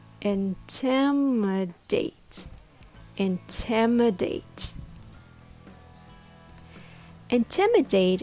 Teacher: With the stress on the second syllable, tim. The third syllable is a very weak syllable with a schwa sound. The last syllable is date, just like the date on a calendar.